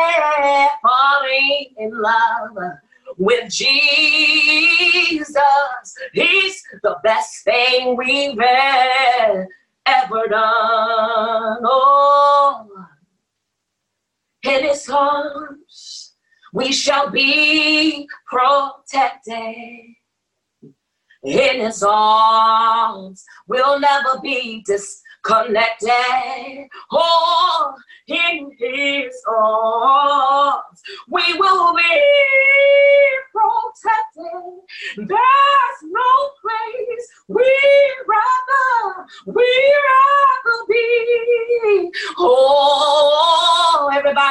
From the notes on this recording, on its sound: Our zoom streamed service.